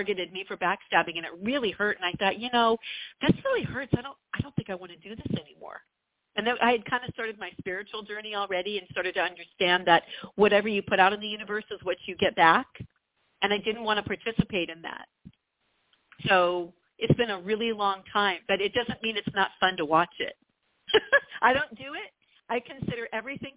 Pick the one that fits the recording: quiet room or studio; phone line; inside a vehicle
phone line